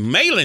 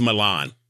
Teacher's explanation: we don't lift our tongue to say Milan. It's Malin. Our tongue stays flat. · Shown in: first take